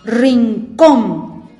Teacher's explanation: Suena más fuerte en la última sílaba. Entonces es una palabra aguda.